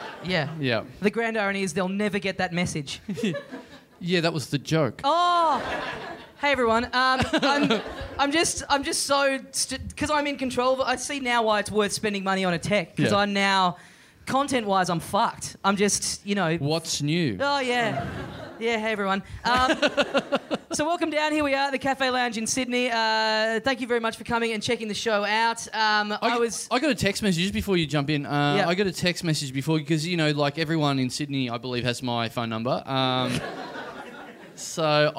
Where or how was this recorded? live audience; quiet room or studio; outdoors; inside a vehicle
live audience